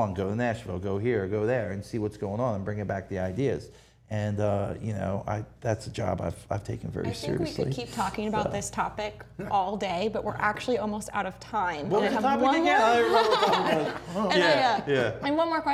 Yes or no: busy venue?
yes